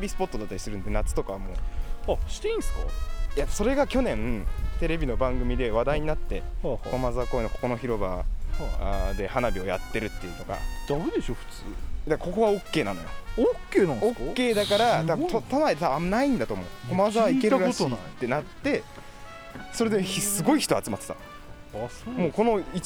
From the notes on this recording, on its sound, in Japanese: 屋外収録。